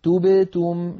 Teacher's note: لابد من ضم الشفتين عند التائين وعدم ضمهما عند الباء الساكنة التي بينهما